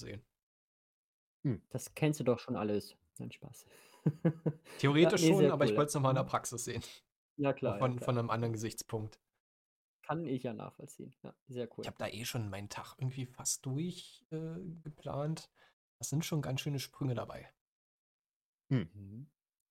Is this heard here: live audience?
no